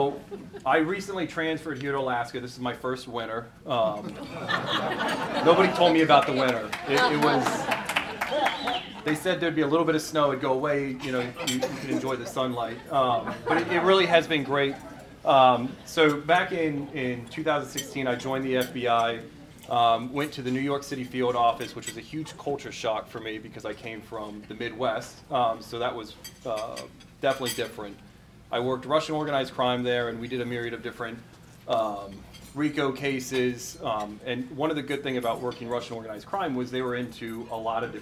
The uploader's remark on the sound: Recorded live at an event titled “Discover the Truth about Fentanyl in Alaska,” that was hosted January 26, 2024, by the FBI Anchorage Citizens Academy Alumni Association and held at the Petroleum Club of Anchorage.